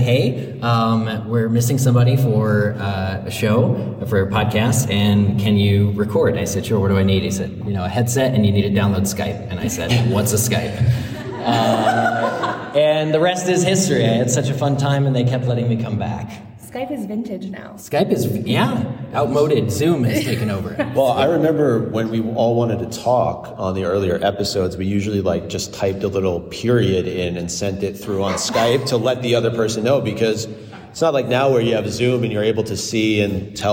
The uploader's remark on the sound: This LIVE recording from LeakyCon 2023 at McCormick Place in Chicago IL! Our audience-participatory mega show.